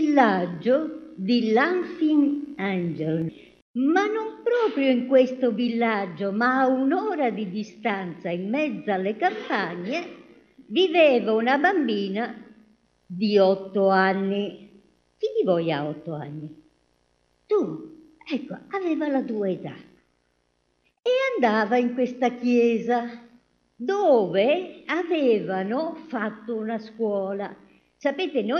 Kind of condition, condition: setting, large echoing room